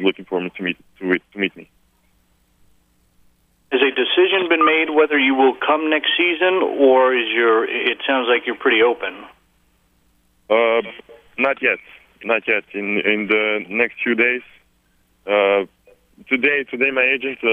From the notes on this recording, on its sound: conference call